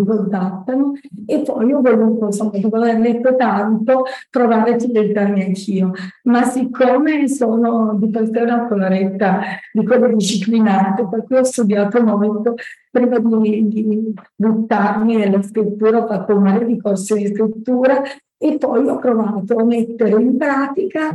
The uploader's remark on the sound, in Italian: il libro è stato presentato in diretta Zoom dal comitato cultura UICI (Unione Italiana Ciechi e Ipovedenti) di Torino.